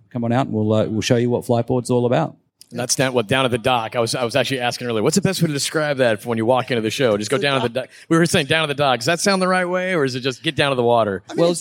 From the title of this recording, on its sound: (LIVE) Electrify Expo - Miami